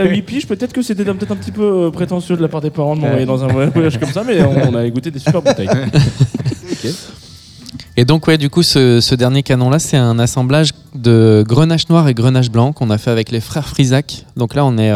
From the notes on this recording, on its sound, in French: Chaque année le NAME festival nous accueille d'une façon différente mais toujours avec classe. Nous sommes en direct du NAME à la Condition Publique pour 2h de live.